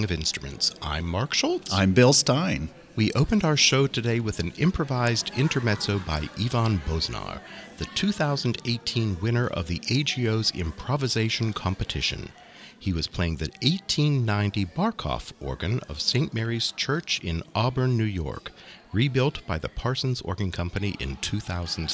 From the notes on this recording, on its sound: from a live New Year's celebration attended by several organists